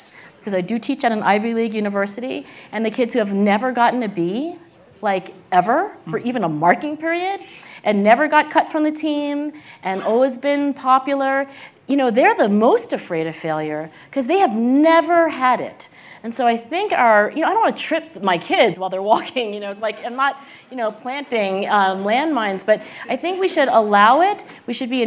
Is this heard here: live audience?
yes